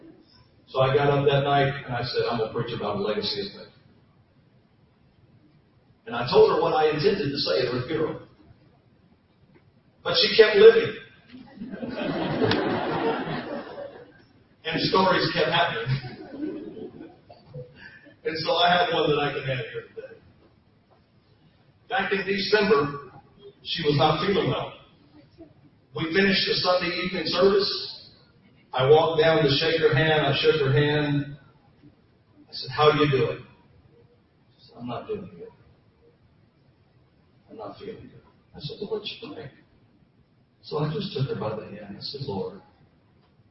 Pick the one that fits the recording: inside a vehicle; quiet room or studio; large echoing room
large echoing room